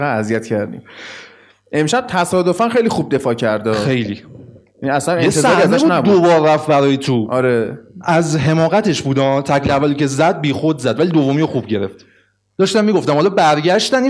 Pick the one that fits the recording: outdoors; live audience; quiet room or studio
live audience